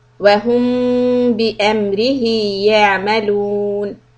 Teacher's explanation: Wahum, followed by letter ba. This is ikhfa shafawi, lips lightly on top of each other. So for the ha dhamma, we have rounded mouth.